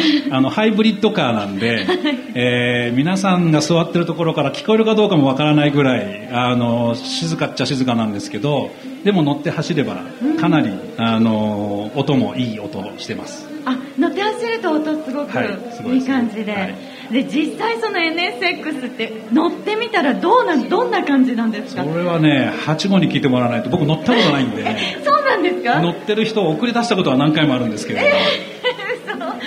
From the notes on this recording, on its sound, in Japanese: ツインリンクもてぎで行われた「ホンダレーシング・サンクスデー」。そこにお邪魔して行った公開収録の模様をお届けしています。